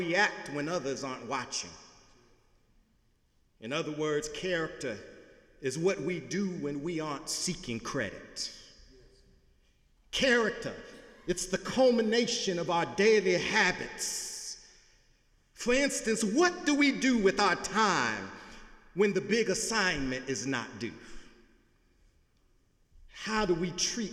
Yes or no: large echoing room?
yes